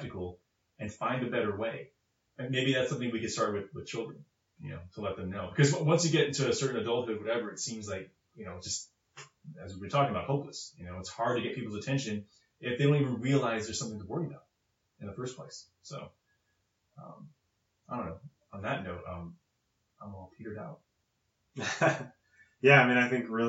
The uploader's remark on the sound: Sorry about the poor audio quality, it sounded good when we recorded it but apparently something was off.